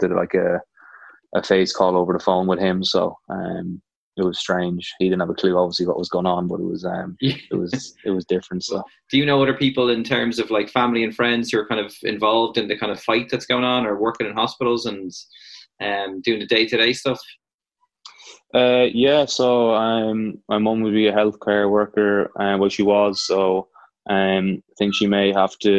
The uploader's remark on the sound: The House of Rugby gang are back together, on Skype anyway. Dials in from Limerick. Over in New York.